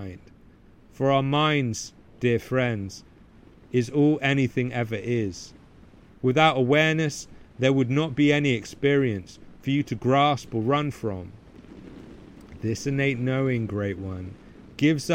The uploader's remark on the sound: I recorded this podcast amid a heavy storm hitting the wilderness hard. As rain belted down and gale-force winds toppled trees taller than I could see.